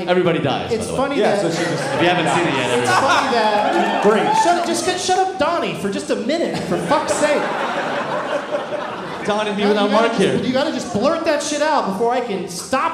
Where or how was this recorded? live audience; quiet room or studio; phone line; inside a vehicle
live audience